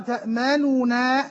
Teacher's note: فنحن نختلس أو نخفي ضمة النون الأولى، جزء من الحركة · Term: الاختلاس